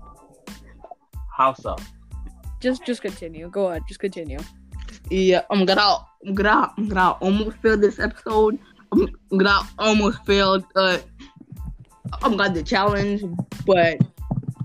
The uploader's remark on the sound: audio we didn't notice till the last minute there's nothing we can do about it now